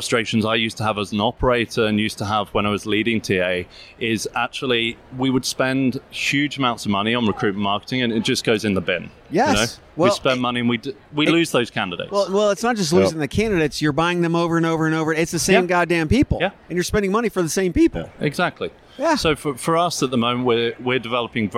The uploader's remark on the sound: Live from UNLEASH America in Las Vegas